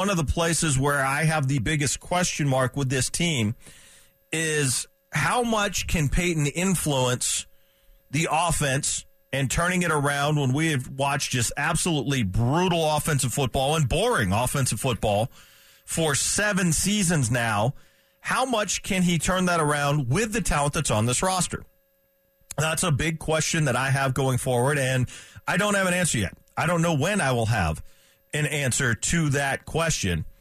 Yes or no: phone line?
yes